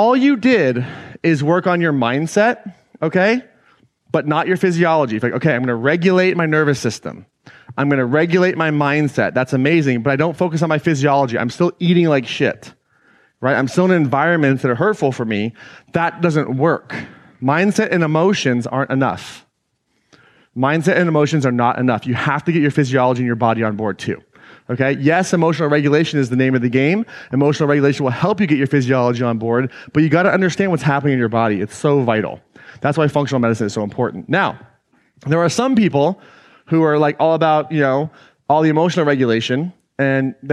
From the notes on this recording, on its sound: an excerpt taken from Claim Your Power Live 2019